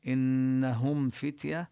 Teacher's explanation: نظهر الغنة من النون المشددة